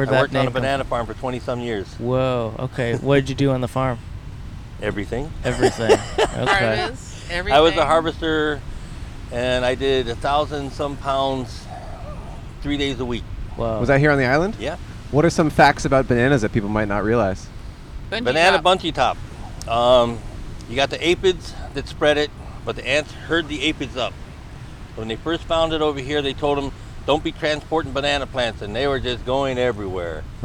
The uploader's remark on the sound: Recorded 11/6/22 on the Kapaa Beach Bike Path in Hawaii.